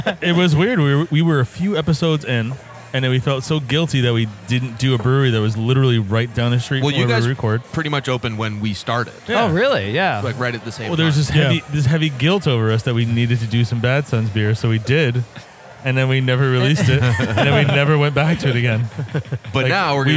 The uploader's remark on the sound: We are on location at Bad Sons Beer Co this week